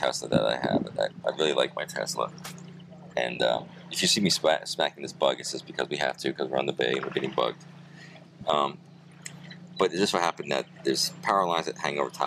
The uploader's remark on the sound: A Podcast On The Boat In The Bay, We're Floating! We apologize for any wind noise as we are on…our paddleboat!